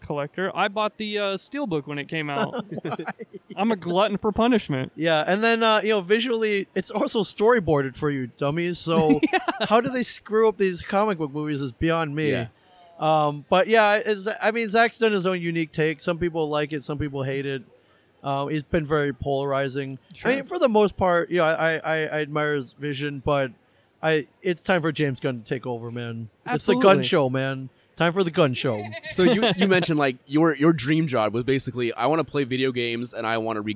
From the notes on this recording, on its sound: recorded on-location at Des Moines Con 2023